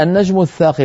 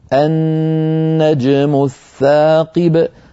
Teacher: النون المشددة وهذه لابد فيها من الغنة · Shown in: second take